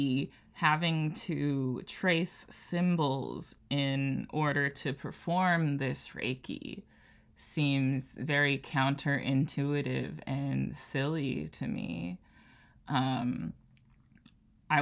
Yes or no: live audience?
no